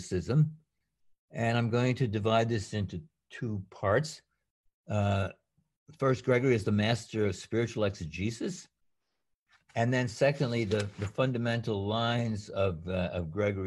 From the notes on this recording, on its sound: A webinar recording from April 7, 2020